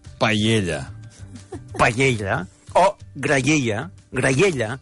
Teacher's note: Tens entremig de les dues vocals, tens una I semiconsonant, que tens un lloc on agafar-te.